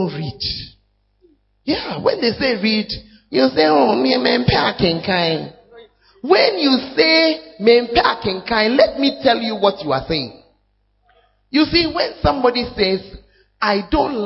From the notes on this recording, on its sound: Send it Mini-Camp Navrongo. Preached at First Love, Navrongo.